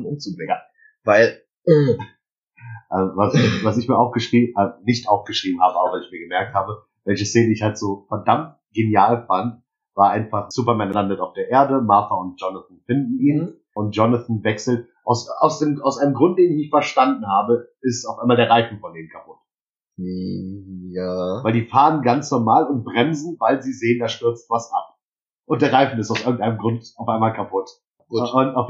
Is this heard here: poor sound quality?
yes